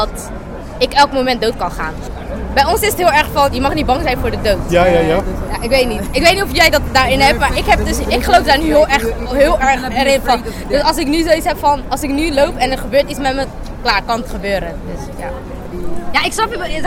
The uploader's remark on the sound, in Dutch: Opgenomen in het kader van een 'De Ander' workshop op 26 mei 2017 bij Showroom Mama, Rotterdam.